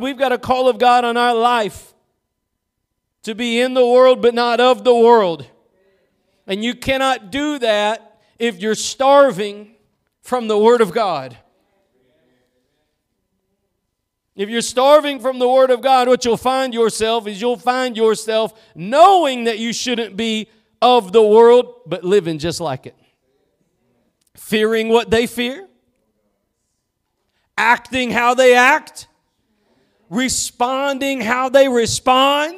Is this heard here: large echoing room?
yes